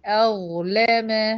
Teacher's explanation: أرقق الهمزة وفخم الظاء ورقق اللام والميم، يبقى مفيش غير الظاء بس الساكنة هي المفخمة عندي في هذه الكلمة.